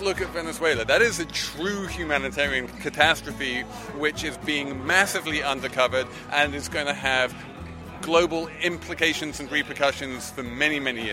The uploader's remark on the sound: Economists, analysts and bloggers in attendance at the FT's Festival of Finance.